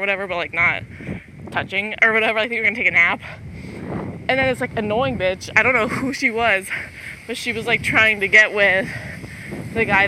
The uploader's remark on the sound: the audio is shit, I’m literally walking through a wind storm.